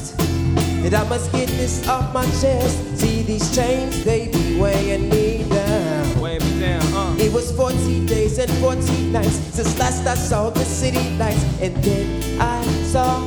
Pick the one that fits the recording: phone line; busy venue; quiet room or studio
busy venue